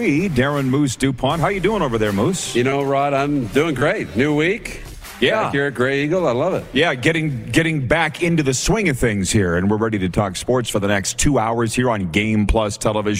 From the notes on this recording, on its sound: Live from Grey Eagle Resort and Casino in Calgary, Alberta